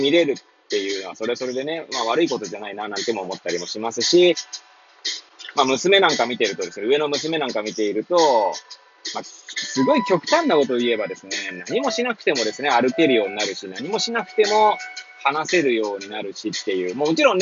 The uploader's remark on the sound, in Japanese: Airpods を付けた状態で、車中で収録しており、雑音などが入る可能性があり、ご容赦ください。